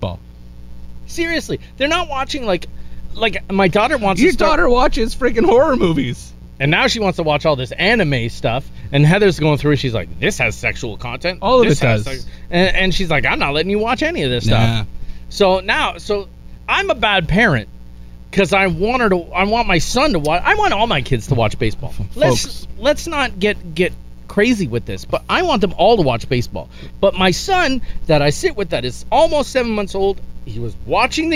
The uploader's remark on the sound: The Outdoor Episode (With The Bad Sound)